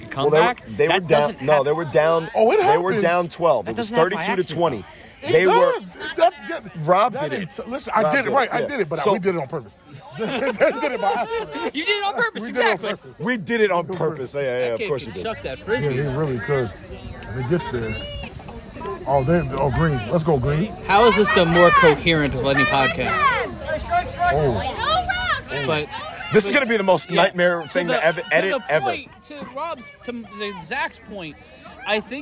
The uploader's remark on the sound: Live From Some Field. The boys pod from an Ultimate Frisbee championship somewhere in New Jersey.